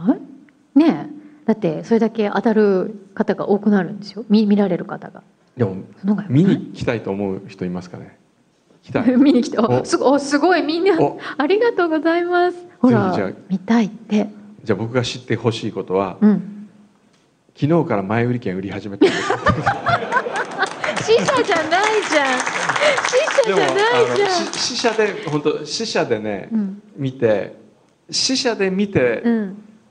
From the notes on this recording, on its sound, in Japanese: 今週は、栃木県鹿沼市から「FUTURESCAPE in かぬま」と題しまして公開生放送を開催しました！そのかぬまの会場から収録。